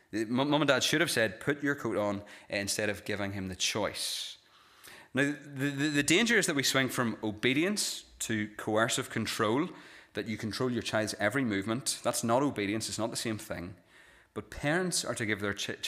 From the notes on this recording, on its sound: This is the recording of the Bible reading and sermon from our evening service on Sunday 14th January 2024.